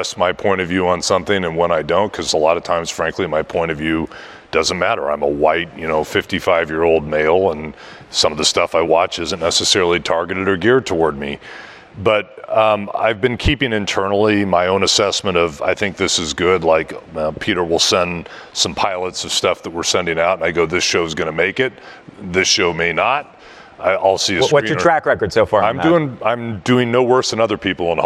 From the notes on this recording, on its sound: taped during the Vanity Fair New Establishment Summit